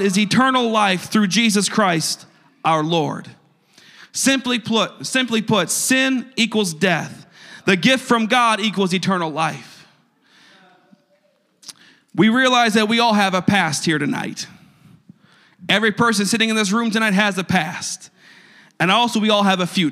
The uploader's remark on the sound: a service recording from Connect Point UPC